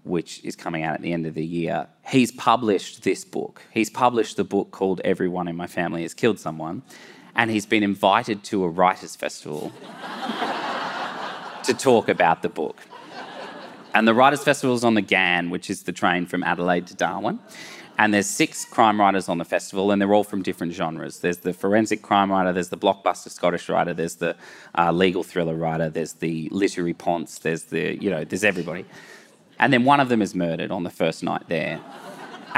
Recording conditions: live audience